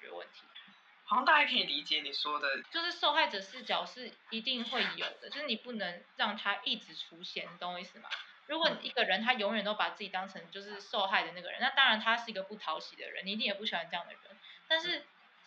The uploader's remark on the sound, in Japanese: 可能最近都會是疫情版本 音質比較差。